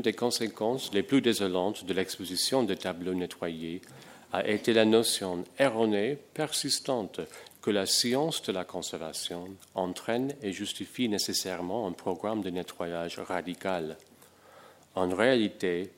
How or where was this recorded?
large echoing room